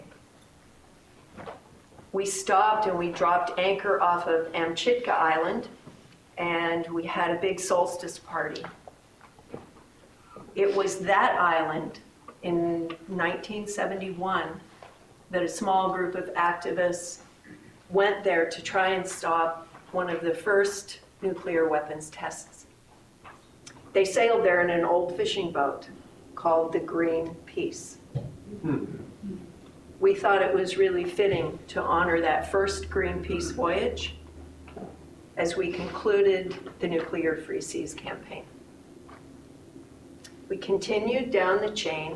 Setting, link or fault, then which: setting, live audience